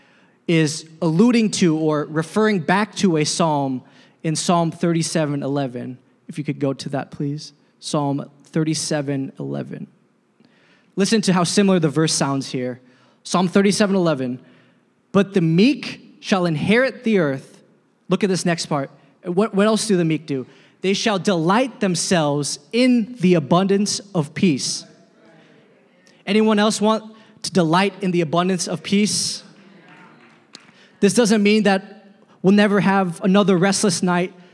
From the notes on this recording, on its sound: a service recording from Connect Point UPC